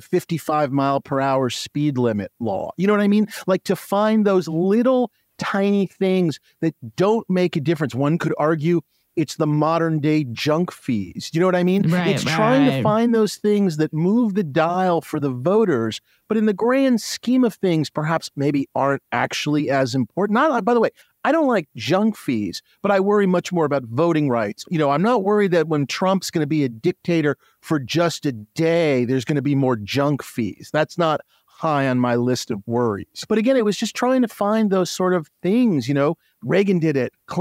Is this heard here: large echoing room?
no